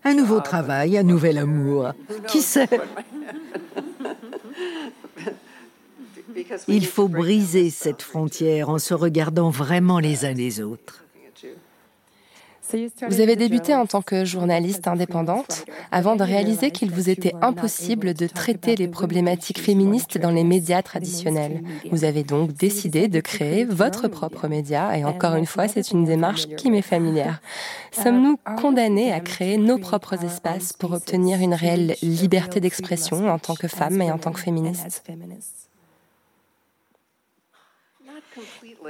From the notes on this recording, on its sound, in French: This episode of La Poudre was originally recorded in English. Et même si le son laisse un peu à désirer, et j’en suis profondément désolée. Le Mona Bismarck Center. En public ce soir-là.